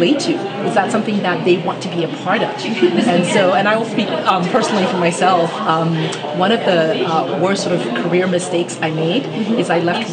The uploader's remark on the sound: on location at Naseba's 11th Human Capital Forum MENA on the 25th -26th May, 2016 at Sofitel Dubai The Palm, Dubai, UAE.